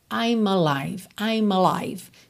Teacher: Ele junta no I'm antes, né? Então fica I'm alive, tá? Tem que aparecer, mas sem ênfase.